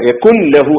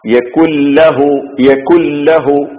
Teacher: നൂനില്ല നൂനപ്പുറത്തേക്ക് എന്ത് ചെയ്തു ഇദ്ഗാം ചെയ്തു ചേർത്ത് പറഞ്ഞു എന്നർത്ഥം · Shown in: second take · ഉന്നത്തോ ഉന്നത്ത് എന്ന് പറയുന്ന മണിക്കൽ എന്ന് പറയുന്ന സംഗതിയും അവിടെയില്ല ഇങ്ങനെ പാരായണം